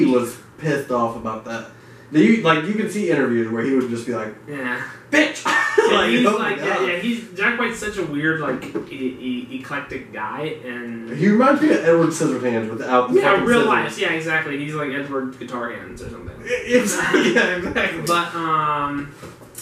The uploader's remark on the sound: Sorry in advance for poor audio quality. We had some recording hiccups.